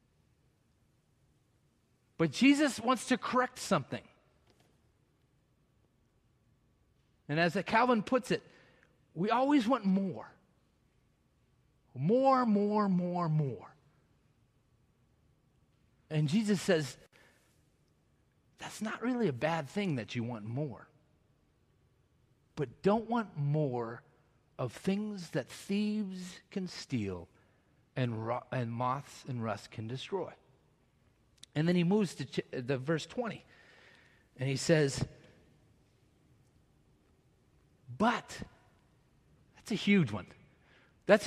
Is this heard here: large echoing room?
yes